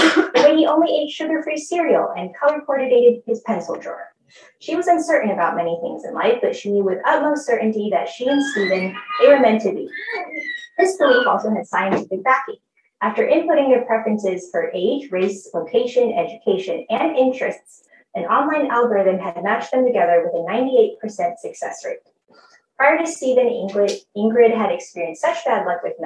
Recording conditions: poor sound quality